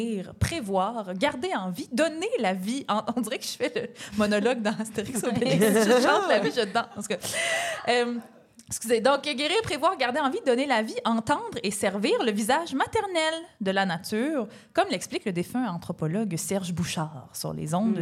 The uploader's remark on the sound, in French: Enregistré devant public à l'Idéal à Montréal.